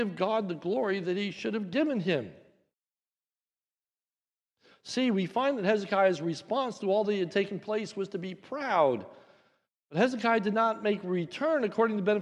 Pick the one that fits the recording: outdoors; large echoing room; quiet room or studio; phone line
large echoing room